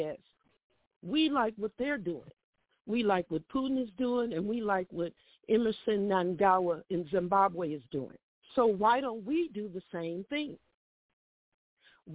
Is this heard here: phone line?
yes